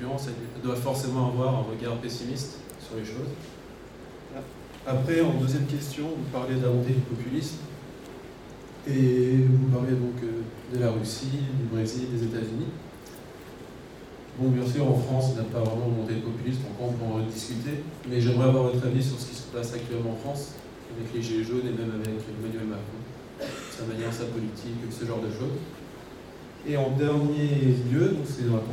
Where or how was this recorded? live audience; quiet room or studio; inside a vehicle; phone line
live audience